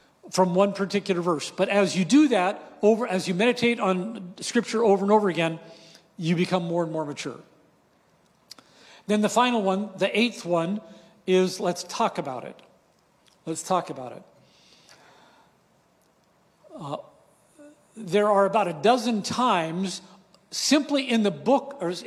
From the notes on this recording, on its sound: Breakout 2 from "Awe & Wonder: A Conference on Prayer," hosted by Thrive Harbor on July 8, 2023 in Gig Harbor, WA.